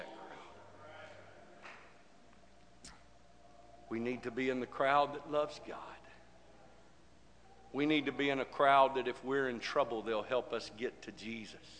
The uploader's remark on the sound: This message is broadcast live from Girst Pentecostal Church in Silsbee Texas